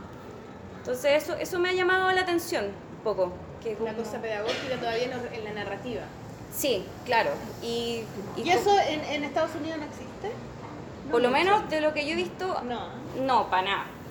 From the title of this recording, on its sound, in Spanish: en vivo